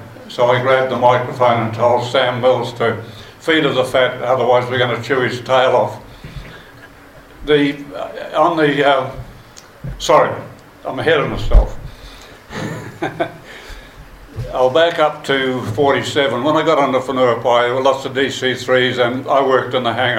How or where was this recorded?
busy venue